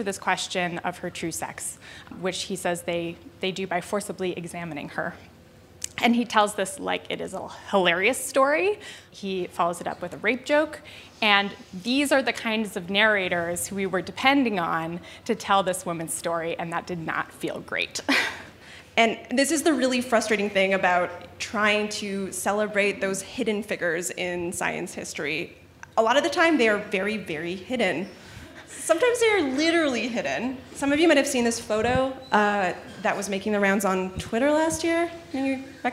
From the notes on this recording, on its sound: Told this story for a live audience at On Air Fest.